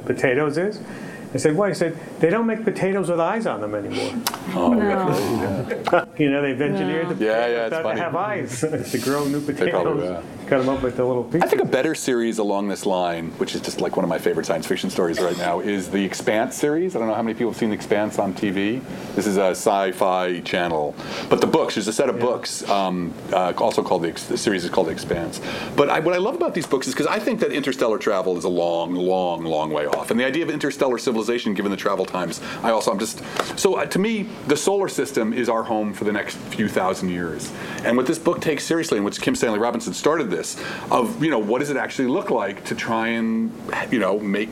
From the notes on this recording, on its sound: this podcast features audio from the fifth event in our series, The Physics of Everything.